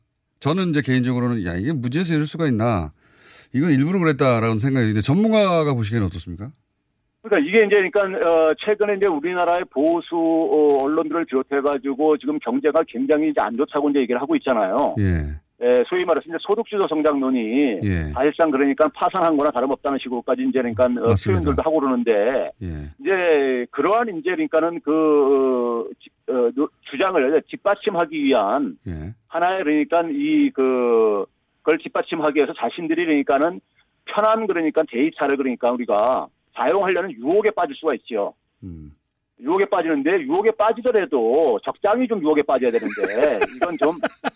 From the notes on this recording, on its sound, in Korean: 전화연결